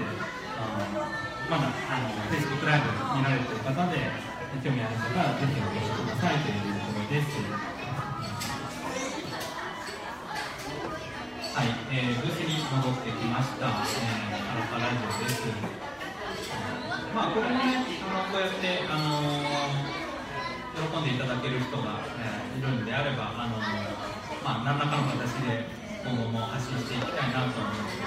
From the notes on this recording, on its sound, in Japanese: 山の駅さんべで行われた「楽市楽座フリーマケット」にて公開収録を行なった。